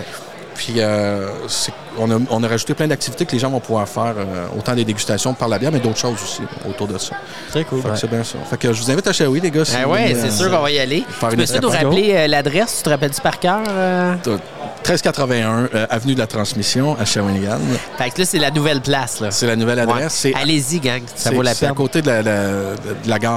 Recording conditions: busy venue